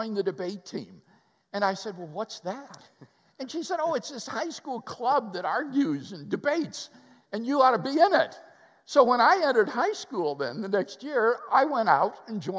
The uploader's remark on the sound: Live at West University Baptist Church. Interviewed by the church staff during Sunday morning worship at West University Baptist Church in Houston Texas.